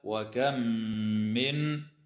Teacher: تدغم الميم الساكنة في الميم مع الغنة